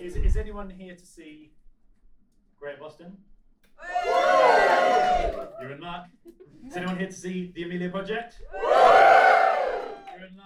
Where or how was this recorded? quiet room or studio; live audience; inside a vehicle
live audience